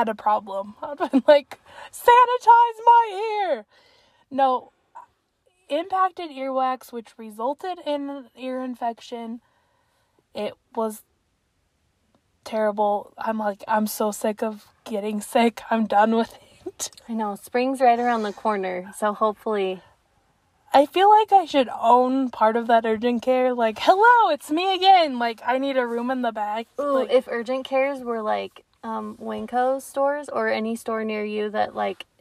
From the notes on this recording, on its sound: The Car Pod. Podcasting from the car!